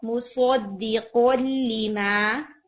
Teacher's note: مصدق یہاں پہ دال کو لائٹ رکھیں گے اور صاد اور قاف کو اور ہیوی رکھیں